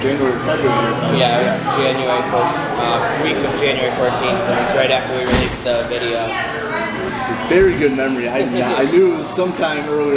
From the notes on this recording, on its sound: Interview recorded at Smith's Downtown in Mishawaka, IN.